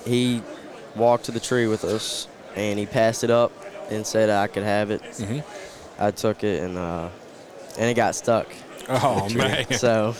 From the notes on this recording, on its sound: Once again I caught up with them at the Great American Outdoor Show to record this episode.